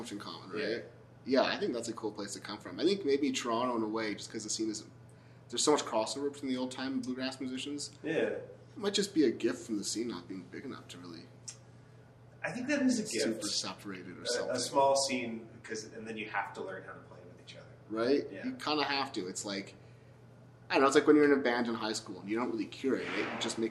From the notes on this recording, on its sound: We recorded this last month at the Durango Bluegrass Meltdown in Colorado.